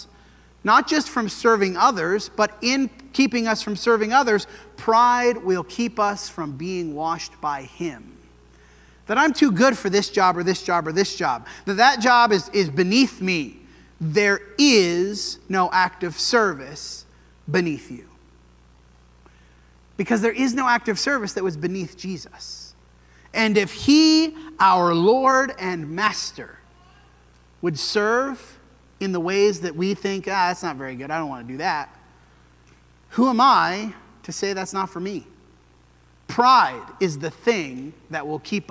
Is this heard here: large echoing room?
yes